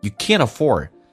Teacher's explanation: You 不被强调，用降调来发，变成 you,甚至可以说成 ye.